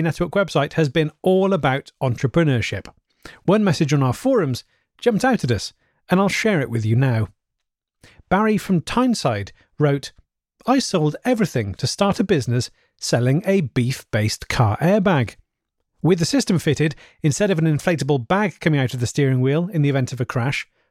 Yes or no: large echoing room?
no